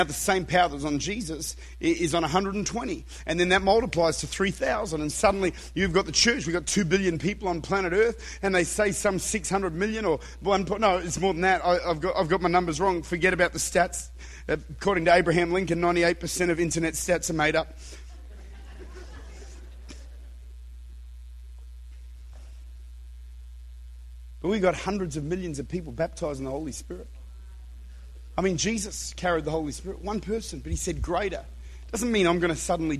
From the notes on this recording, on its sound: Recorded at Redeemer Church, Utica, New York.